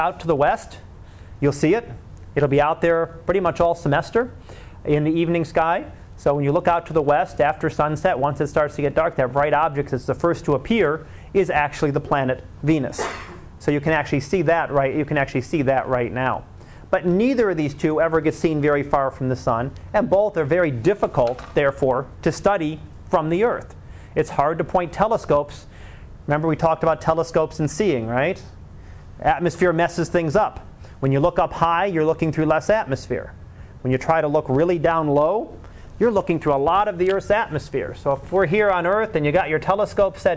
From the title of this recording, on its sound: Live Class Lecture